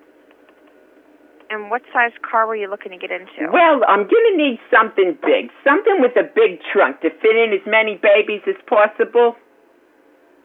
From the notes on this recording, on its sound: …'s Personal Prank Phone Calls Collection.